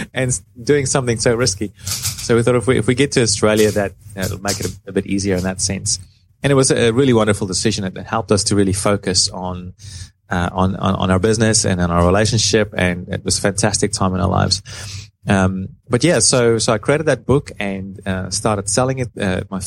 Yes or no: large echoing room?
no